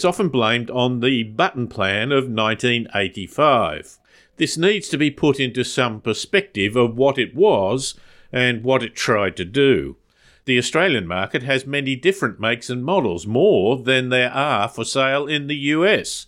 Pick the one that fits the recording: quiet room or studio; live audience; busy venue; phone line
quiet room or studio